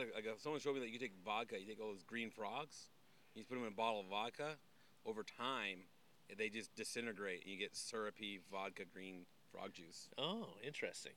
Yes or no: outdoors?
yes